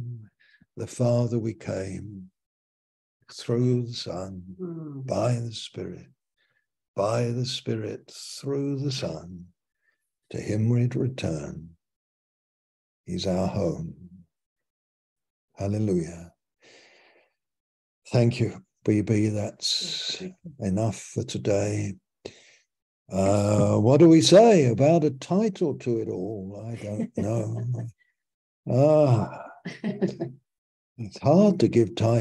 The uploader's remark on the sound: Malaysia Meets (Zoom).